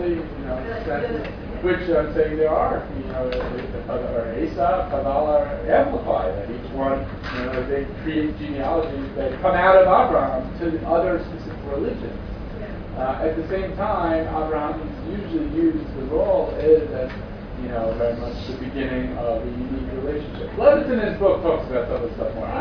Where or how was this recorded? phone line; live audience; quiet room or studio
live audience